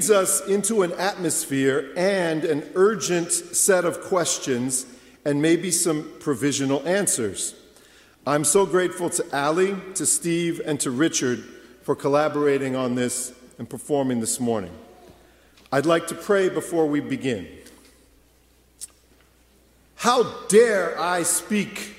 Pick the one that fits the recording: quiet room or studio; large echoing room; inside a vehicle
large echoing room